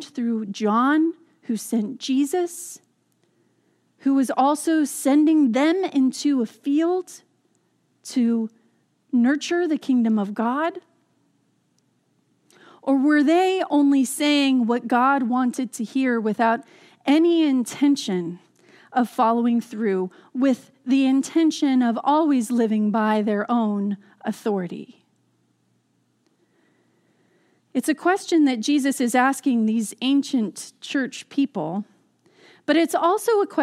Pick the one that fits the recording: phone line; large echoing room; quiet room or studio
large echoing room